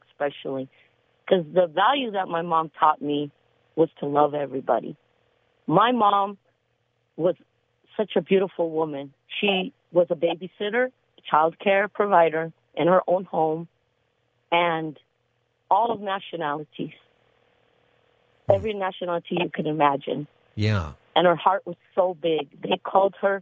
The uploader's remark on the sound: Takes calls from listeners who would like to give thanks to their moms for Mother's Day. Open Phone Friday where listeners can call in on any topic.